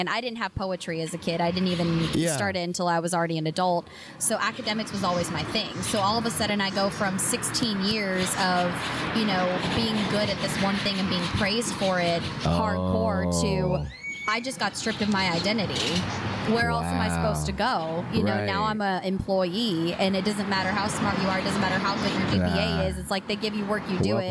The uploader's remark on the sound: outside our home for poetry, Avant Garden.